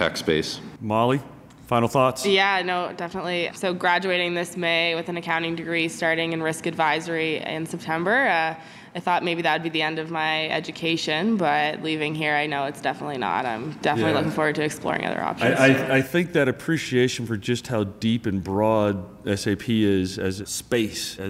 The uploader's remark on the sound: Recorded live at SAP TechEd 2016 in Las Vegas.